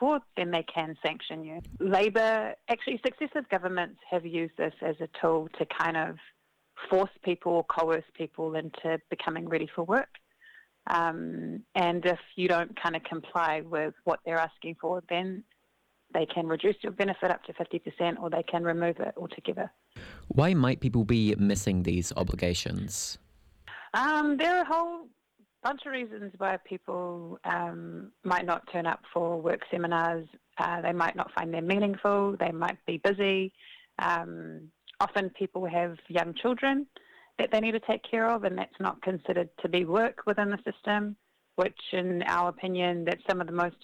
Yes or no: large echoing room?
no